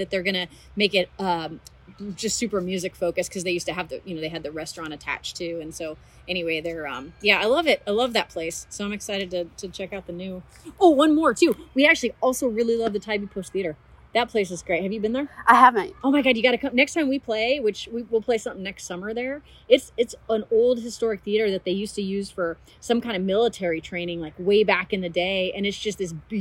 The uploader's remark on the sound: at the Bluffton Seafood & Arts Fest in Bluffton, South Carolina